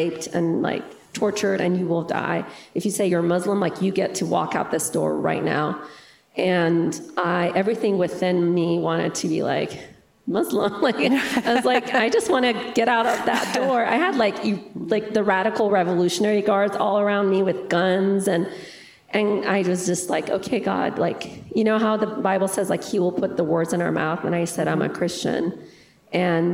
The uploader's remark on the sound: interview at the RESTORE conference